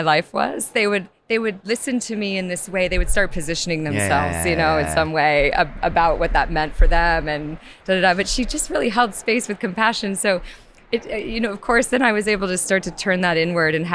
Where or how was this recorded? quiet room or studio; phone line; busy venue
busy venue